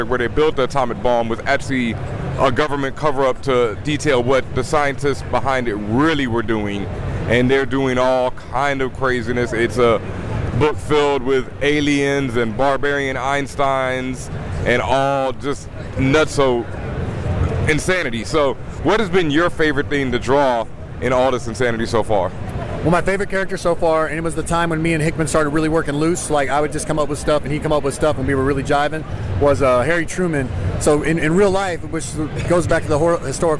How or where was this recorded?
busy venue